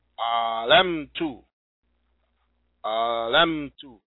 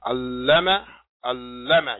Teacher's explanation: So I taught would be alamtu, alamtu, meaning I'm doubling up on the lam. Alama, alama.